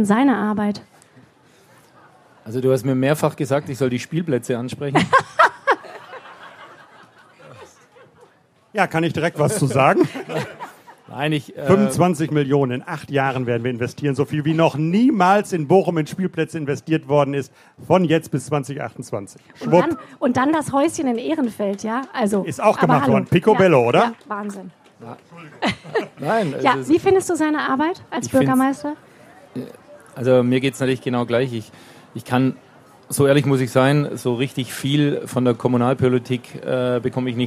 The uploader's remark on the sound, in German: live vom ZFR